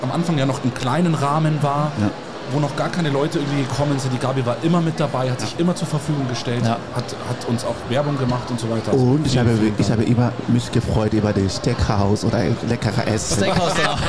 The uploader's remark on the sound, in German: hier live auf der MEHR Konferenz 2024 in Augsburg